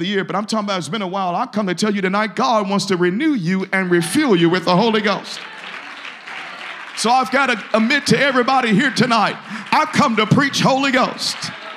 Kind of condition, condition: setting, large echoing room